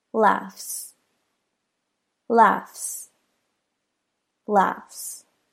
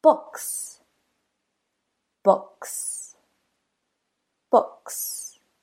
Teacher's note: Since the GH makes an F sound, which is an unvoiced consonant, the S that follows sounds like an S.